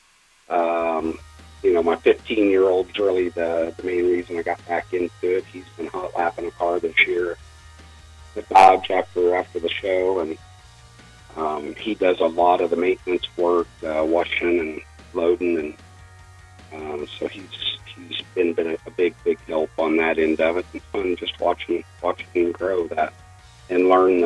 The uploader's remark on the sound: over the phone